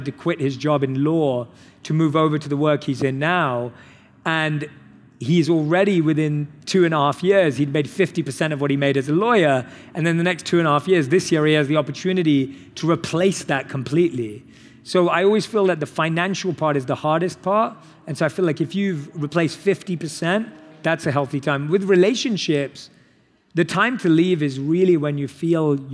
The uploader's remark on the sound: on stage at In goop Health